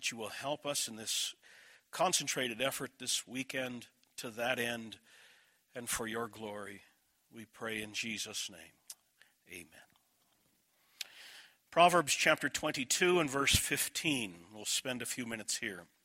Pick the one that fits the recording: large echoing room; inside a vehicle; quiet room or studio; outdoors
large echoing room